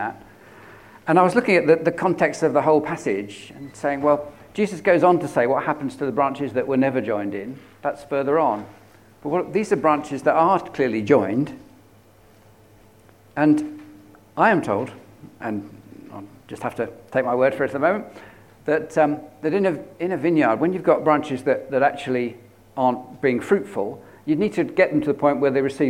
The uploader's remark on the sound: At King's Church, Cockermouth, as an audio file.